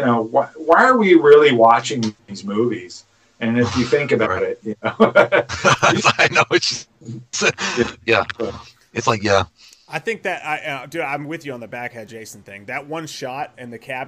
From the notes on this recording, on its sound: This was filmed live so the audio is a little off